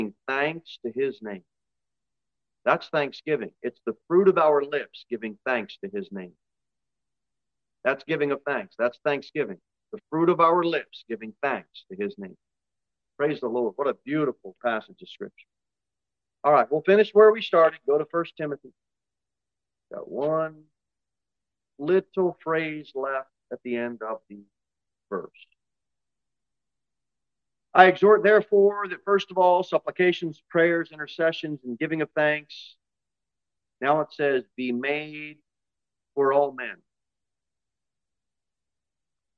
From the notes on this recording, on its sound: Sermon delivered at Pilgrim Baptist Church on Thursday, June 29, 2023, at 6:15 pm. Jere Whitson Rd.